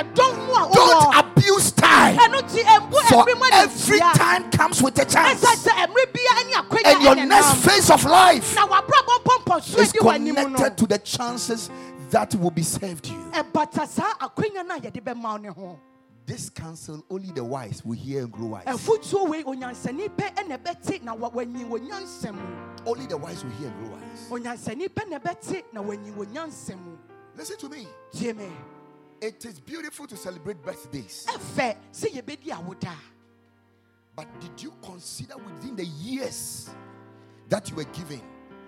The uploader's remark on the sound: Preached at the Royal Service.